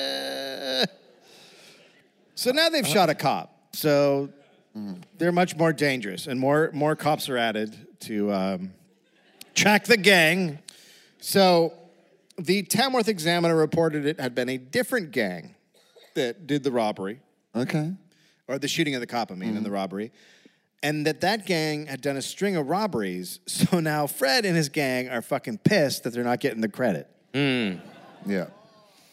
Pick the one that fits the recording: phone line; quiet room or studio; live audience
live audience